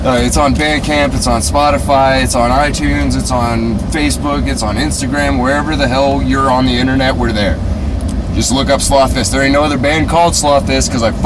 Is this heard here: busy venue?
yes